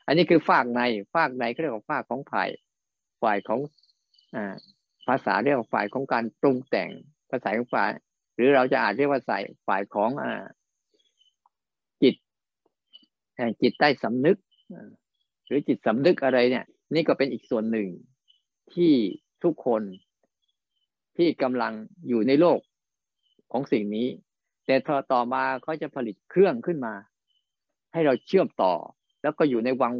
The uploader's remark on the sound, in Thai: บรรยายผ่านระบบ zoom